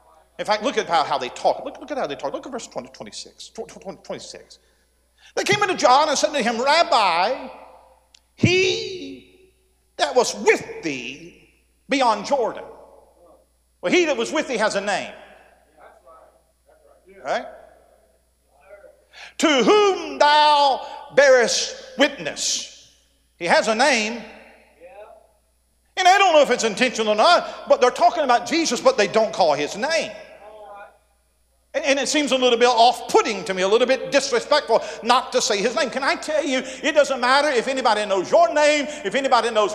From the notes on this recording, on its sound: A sermon preached Monday Evening during our Spring Jubilee, on March 27, 2023.